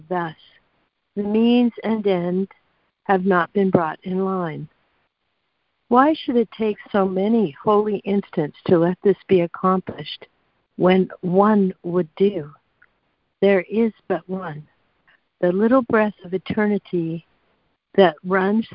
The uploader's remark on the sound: ACIM Daily Conference Call